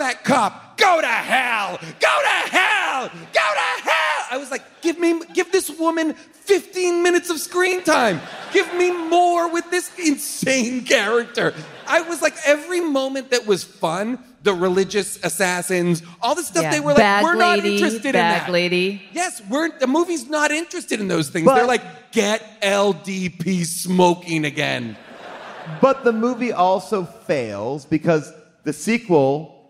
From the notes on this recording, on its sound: LIVE from the Chevalier Theatre in Boston. In the theater during the audience Q&A.